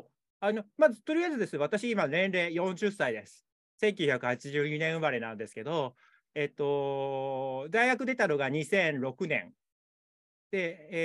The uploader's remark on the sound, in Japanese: 収録場所： オンライン (Zoom)